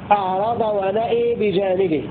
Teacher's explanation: أمال الهمزة والألف بعدها